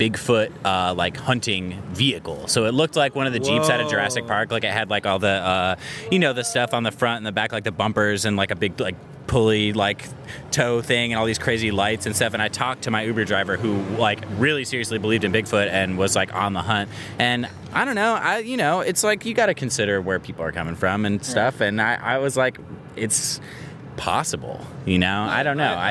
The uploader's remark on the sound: Live at Mid West Music Fest 2019